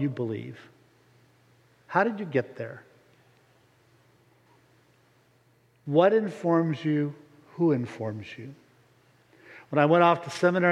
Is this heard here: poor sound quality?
no